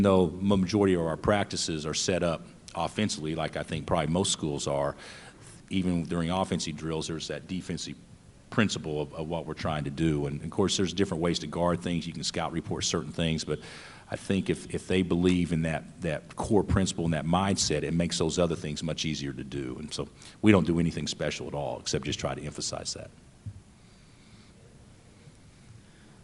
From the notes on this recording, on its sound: Press Conferences & Post-Game Interviews. Talks to reporters.